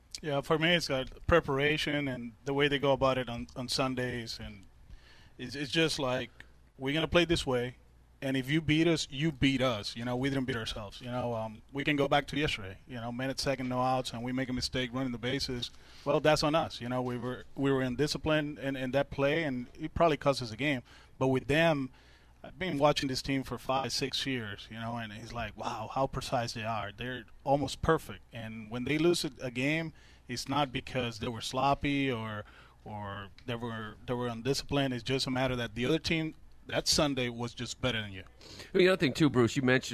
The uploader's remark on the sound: As part of the WEEI/NESN Jimmy Fund Radio Telethon. Live at Fenway Park.